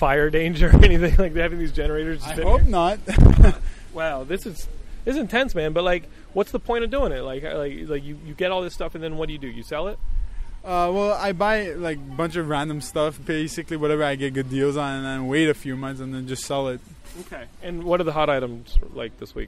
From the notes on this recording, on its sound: This is my WiiU camp out audio diary! I camped out in front of a Los Angeles Best Buy with other Nintendo Die Hards.